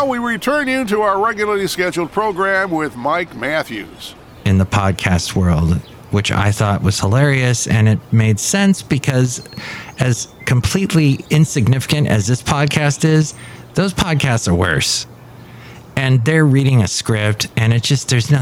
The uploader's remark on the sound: podcasts live from Café Anyway